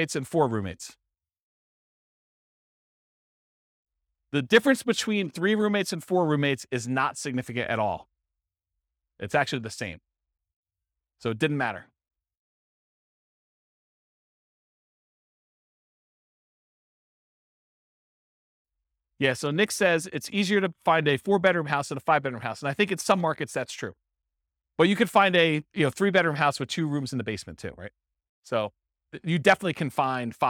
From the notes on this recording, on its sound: This was a live class recorded